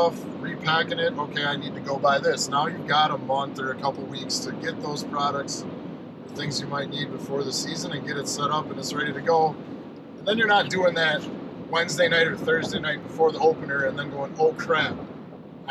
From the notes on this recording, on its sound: Driving home from a week long Canada fishing trip